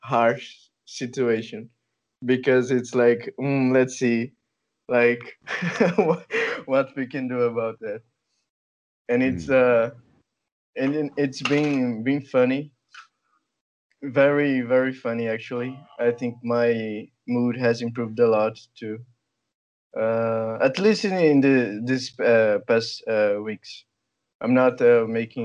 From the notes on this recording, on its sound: skype calls on this channel